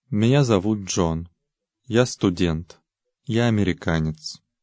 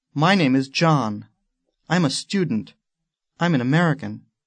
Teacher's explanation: contrasting the falling intonation of the following Russian statements with the rising intonation of their English counterparts